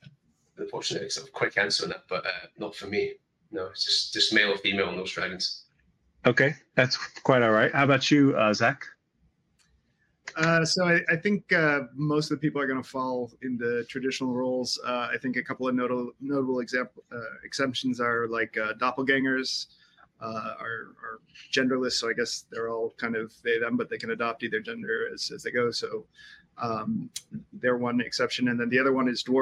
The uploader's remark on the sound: A panel from the TBRCon2024 all-virtual SF/F/H convention. TBRCon2024 Highlight: Writing Non-Human Characters.